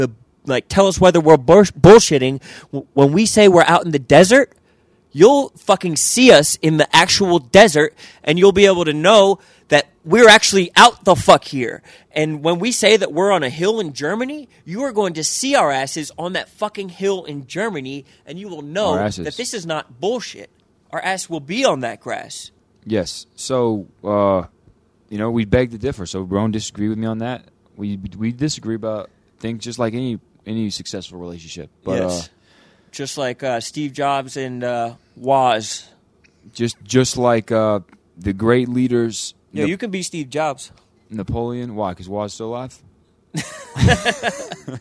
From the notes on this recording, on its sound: live from a Las Vegas desert